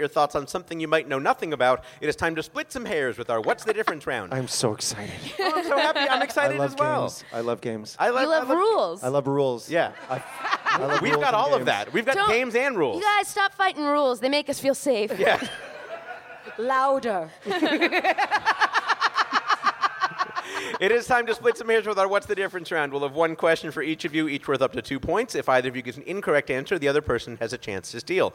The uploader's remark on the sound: The show was recorded at The Angel City Brewery in Los Angeles. The show was recorded at The Angel City Brewery in Los Angeles.